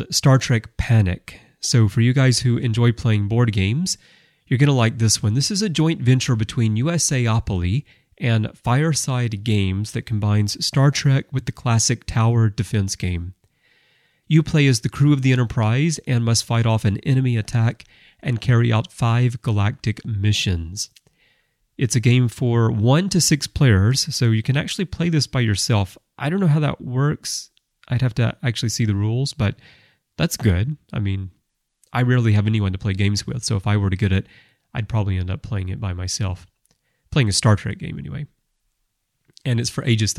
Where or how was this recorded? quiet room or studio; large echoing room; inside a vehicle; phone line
quiet room or studio